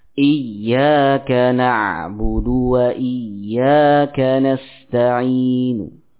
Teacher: Ya, di situ nun berharokat berharokat dhammah. Kita baca harokat dhammahnya namun dengan dilirihkan nun. Ya, dibaca dengan sepertiga harokat. · Term: raum